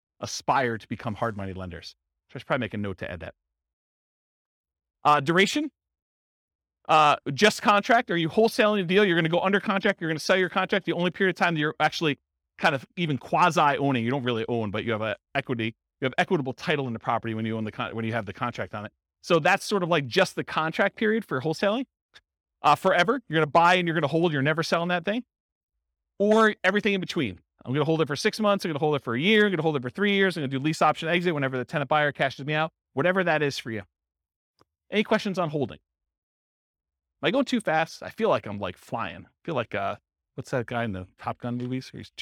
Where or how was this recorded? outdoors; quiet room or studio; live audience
live audience